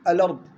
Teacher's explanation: نقل حركة الهمزة المتحركة للساكن قبلها وحذف الهمزة · Term: النقل